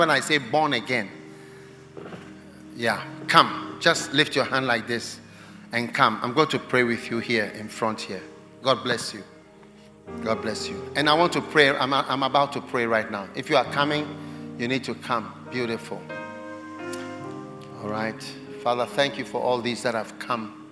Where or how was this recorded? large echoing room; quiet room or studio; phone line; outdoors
large echoing room